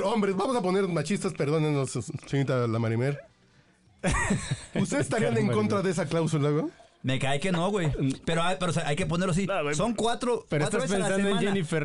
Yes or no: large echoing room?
no